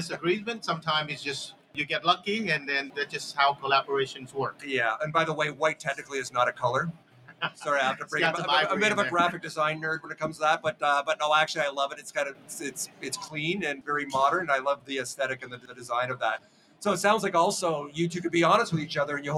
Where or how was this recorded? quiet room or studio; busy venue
busy venue